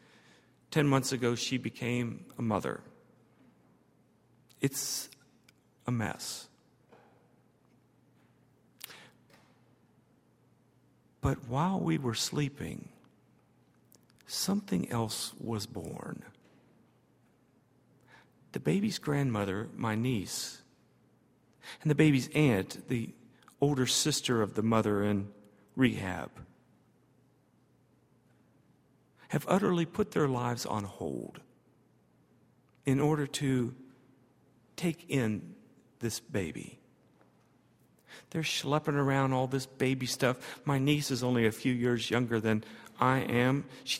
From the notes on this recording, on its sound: at Highland Baptist Church